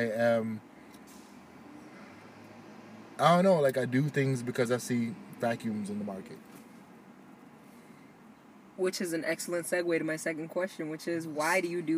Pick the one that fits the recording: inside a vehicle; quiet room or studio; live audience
inside a vehicle